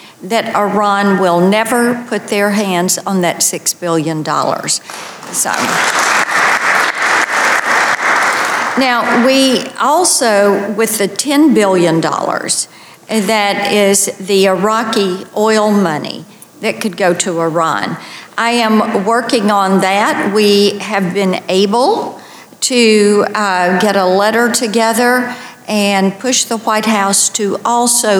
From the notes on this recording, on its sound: Delivered her remarks at the Solidarity with Israel event, organized by the International Leaders Summit and America's Roundtable. On Capitol Hill.